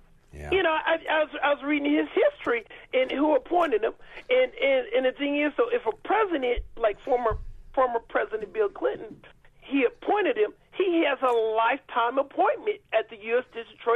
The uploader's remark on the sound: The phones stay lit for the final hour with callers, old and new